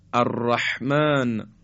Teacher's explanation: بحه، به معنای گرفتگی صدا هست. گرفتگی صدا، زمانی که ما حرف ح رو تلفظ میکنیم، مثل کسانی که یک فرض بفهمید پوست تخمه تو گلوشون گیر کرده و میخوان اون رو به بیرون به سه هدایت بکنن و از گلوشون در بیارن، میگن ح.